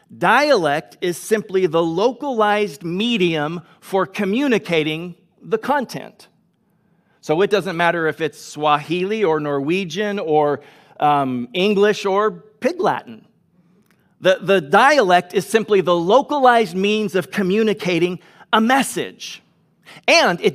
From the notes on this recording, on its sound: Delivered on 22 August 2021 at Grace Church of La Verne